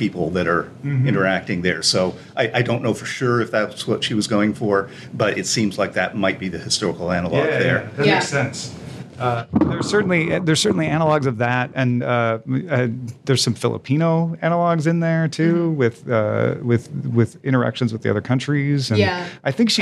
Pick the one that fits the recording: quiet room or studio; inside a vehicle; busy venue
busy venue